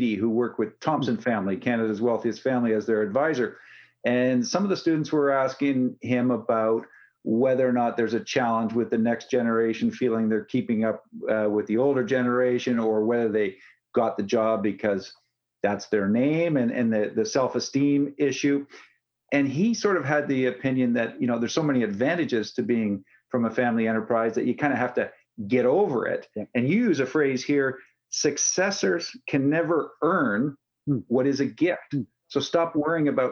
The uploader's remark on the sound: sat down virtually